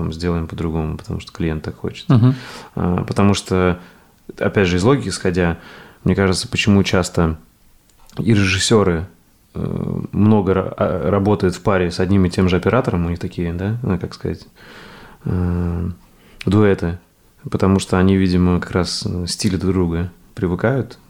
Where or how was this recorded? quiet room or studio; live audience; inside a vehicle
quiet room or studio